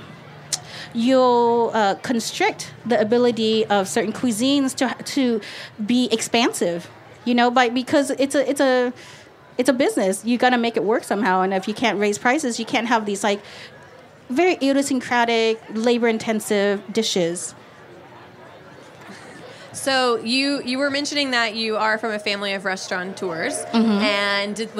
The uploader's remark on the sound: sits down with us at the Charleston Wine and Food Festival